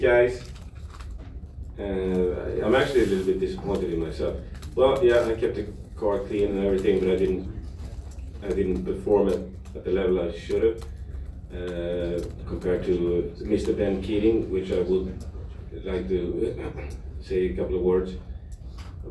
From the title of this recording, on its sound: Live from Daytona Rolex 24